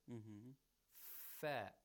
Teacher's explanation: This is a labiodental consonant, actually. The upper front teeth. And the lower lip. Lower lip. So we have to approximate this place of articulation.